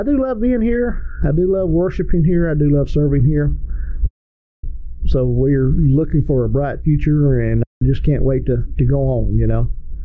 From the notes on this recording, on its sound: We apologize for the sound issues in this episode